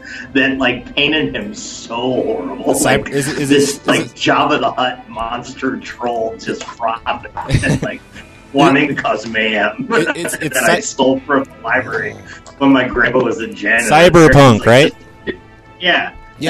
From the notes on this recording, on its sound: Prank Phone Calls Collection